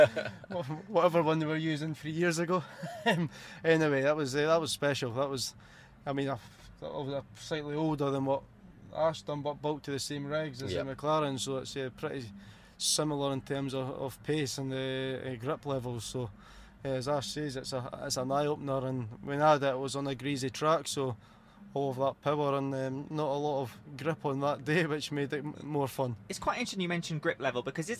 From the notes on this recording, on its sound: This episode was recorded live at the 2021 British Motor Show in Farnborough. The Podcast Guys who were the official podcast and video partner of the British Motor Show.